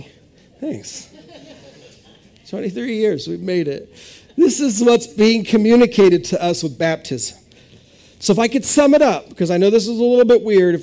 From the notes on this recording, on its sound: This is audio ripped from the Live Service video.